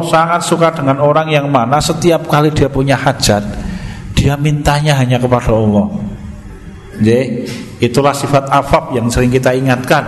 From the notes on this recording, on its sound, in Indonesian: Di Masjid At Tahkim, Jln KH Ahmad Dahlan, Ngampilan, Yogyakarta rutin setiap hari Jumat selepas sholat magrib sampai dengan isya yang diselenggarakan oleh FKAM Yogyakarta dan Takmir Masjid At Tahkim.